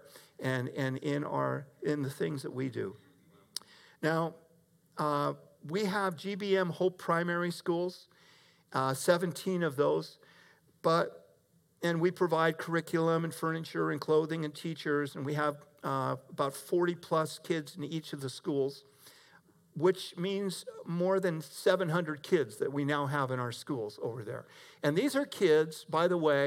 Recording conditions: large echoing room